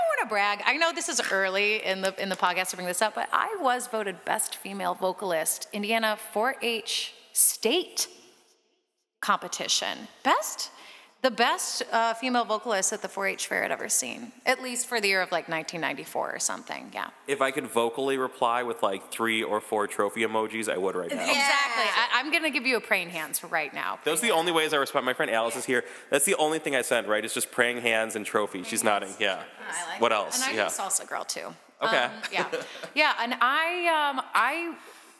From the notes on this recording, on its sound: interview recorded backstage at Subterranean